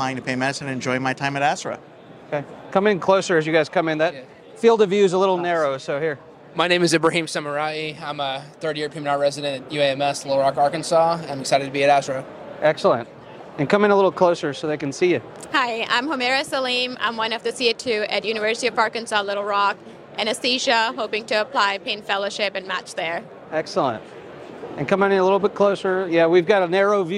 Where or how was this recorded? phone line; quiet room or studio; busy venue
busy venue